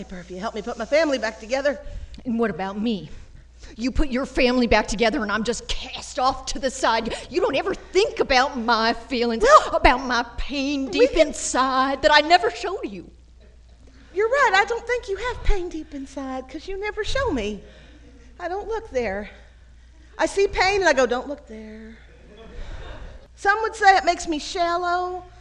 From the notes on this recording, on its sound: Live at the 2nd annual SF Femprov Festival